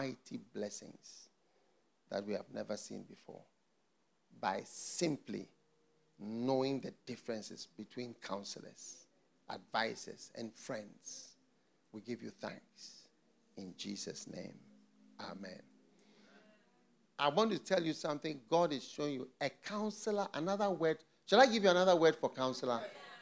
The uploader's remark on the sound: Preached at the FLOW Church Service.